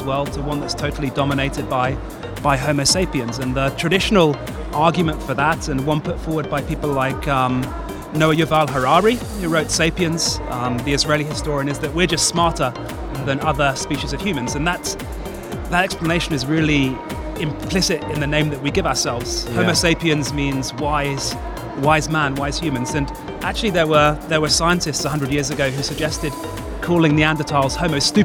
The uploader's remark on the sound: Live from SIBF 2023. The 42nd edition of the Sharjah International Book Fair.